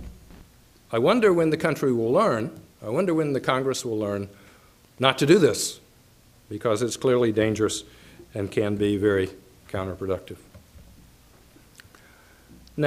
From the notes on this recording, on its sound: Nebraska Colloquium lecture. The University of Nebraska-Lincoln.